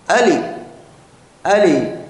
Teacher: من يحاول أن يتكلم بالعربية من غير أهلها يقلب العين إلى همزة